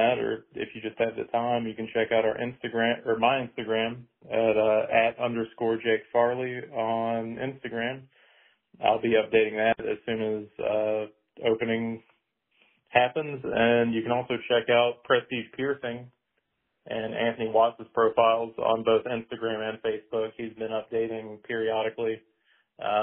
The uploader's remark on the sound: takes phone calls from previous guests